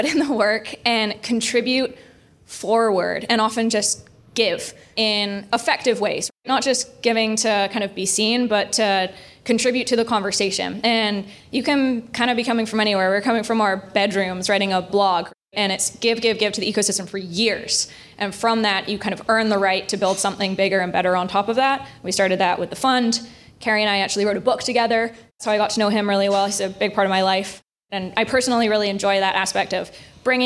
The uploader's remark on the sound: Live from New York Climate Week with CTVC. We kicked off New York Climate Week with a live podcast recording. To our hosts at P&T Knitwear for lending their beautiful space in the Lower East Side.